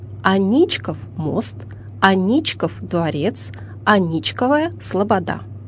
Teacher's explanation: Ударение падает на второй слог – «Аничков».